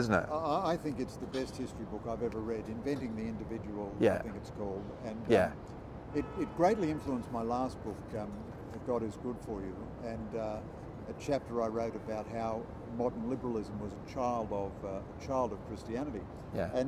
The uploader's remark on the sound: outside Sydney cathedral - his voice is a wee bit quiet so you may need to turn it up